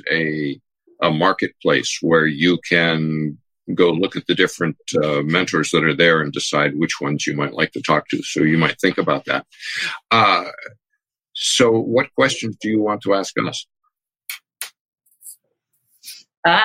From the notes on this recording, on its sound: this episode was first recorded as a webinar in November 2019 and converted to a podcast